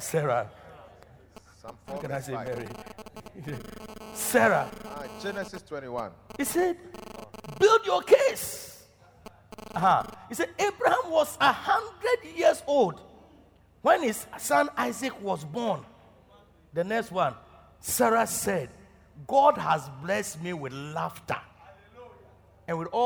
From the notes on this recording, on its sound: Preached at Loyalty House, Abbey, Dawhenya